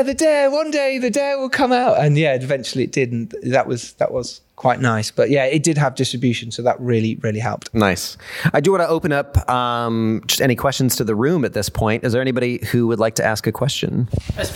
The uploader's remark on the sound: LIVE from Kino. The festival director of Kino Short Film, who interviewed him live at a Kino event.